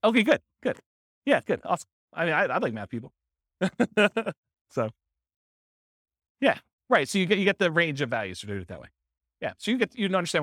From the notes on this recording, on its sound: This was a live class recorded.